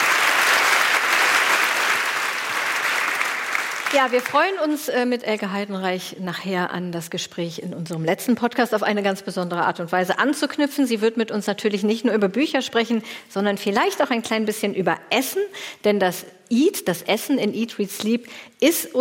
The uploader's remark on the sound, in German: Magische Stimmung im Deutschen Theater Göttingen. Ein Mitschnitt aus dem Deutschen Theater Göttingen. 500 Gäste waren bei der Podcast-Show dabei.